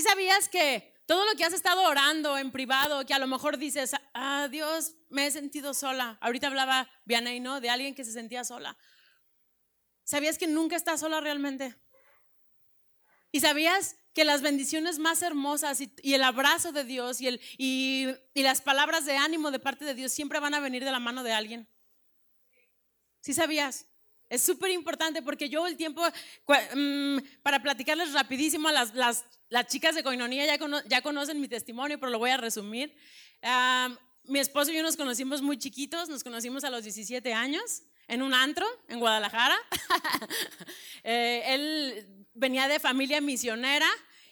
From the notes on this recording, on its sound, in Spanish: Predica grabada en el Desayuno Entre Amigas - Feb 2020